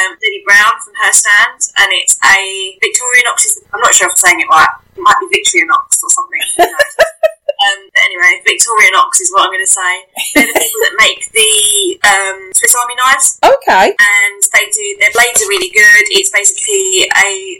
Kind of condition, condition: fault, poor microphone